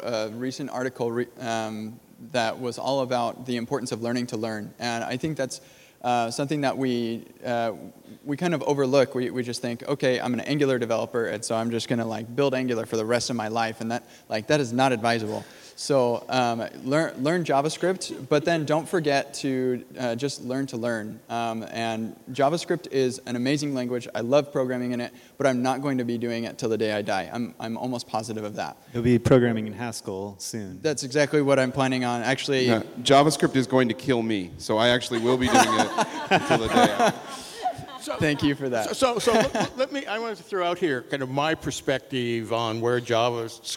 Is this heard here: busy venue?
yes